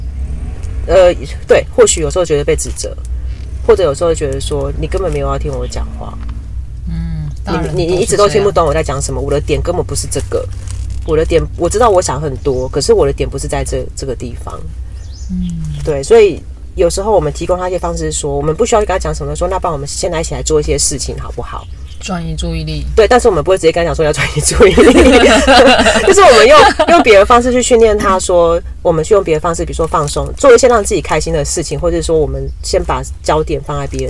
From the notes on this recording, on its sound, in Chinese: 是坐在車子裡錄音，因此除了蟲鳴鳥叫和經過的機車聲之外，也還有車子內皮革的聲音，錄音品質不佳，還請聽眾朋友多多見諒。